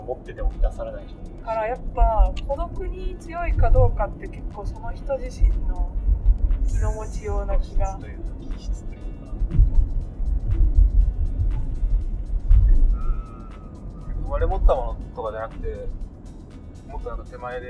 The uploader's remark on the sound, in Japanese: 車内で録音したので音質悪めです